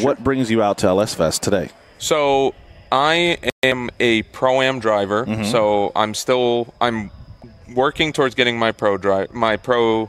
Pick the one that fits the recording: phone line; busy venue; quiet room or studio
busy venue